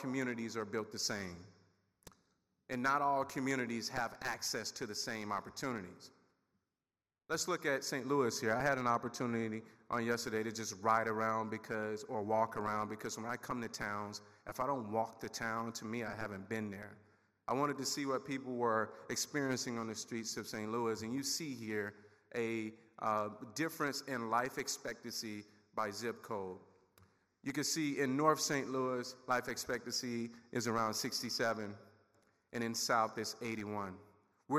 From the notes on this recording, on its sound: This National Association of Chronic Disease Directors podcast is a recording of the September 2017 plenary lecture.